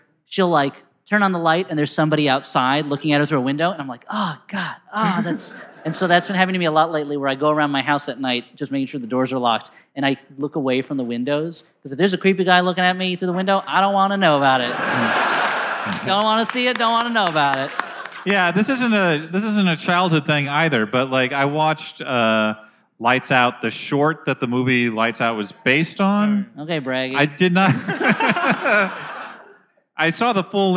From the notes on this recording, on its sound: Live at the Regent Theater in downtown L. Rings LIVE! Live at the Regent Theater in downtown L.A.